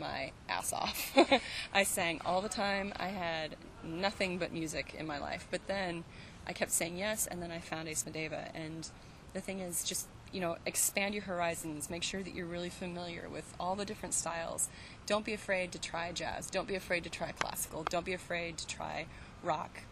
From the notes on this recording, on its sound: Outside The Galaxy Theater in Santa Ana. It was the last interview he did at that venue before they closed it down recently to turn it into a night club.